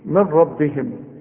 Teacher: اوتي النبيون من ربهم، عندي نون بعدها راء، وانت عارف ان النون الساكنه اللي بدون تشكيل اللي يجي بعدها ره اسقطها من النطق